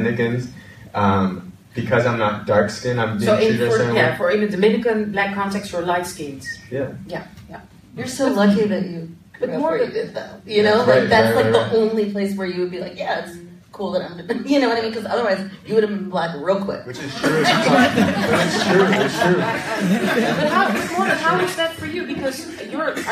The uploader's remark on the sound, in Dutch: This recording is from our very first Live show. Unfortunately technology failed us back then and the recording was lost. Onze eerste Dipsaus live podcast is een feit. Dipsaus was te gast bij het Read My World festival in de Tolhuistuin in Amsterdam Noord.